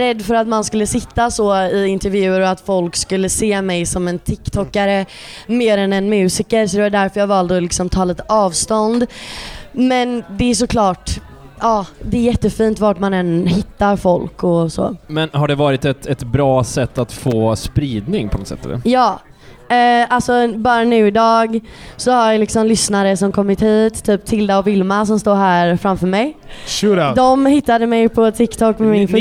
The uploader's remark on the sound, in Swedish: från spelningen på K103 Off The Record på Oceanen